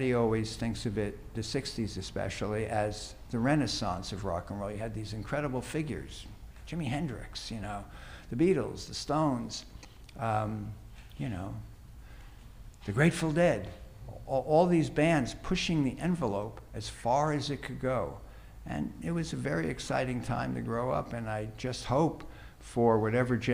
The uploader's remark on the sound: This is the recording of the live Q&A